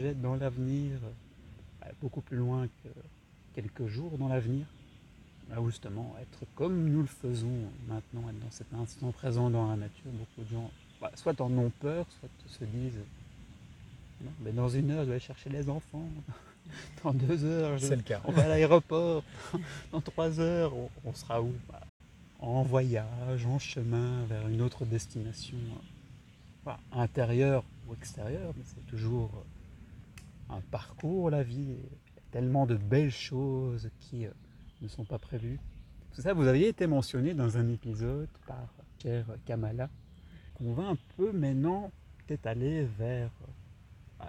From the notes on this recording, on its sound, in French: Ways (Genappe). Le bruit du vent dans les feuilles en guest en plus du couple d'invités multipreneurs, slasheurs.